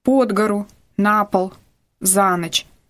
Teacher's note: В некоторых случаях ударение переходит на предлог.